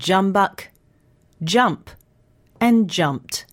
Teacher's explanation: The j in jumbuck is made in a different way. You need to move your tongue so that the front tip touches the roof of your mouth, just behind the hard ridge. Your teeth should only be slightly apart, and the corners of your lips are in but not closed.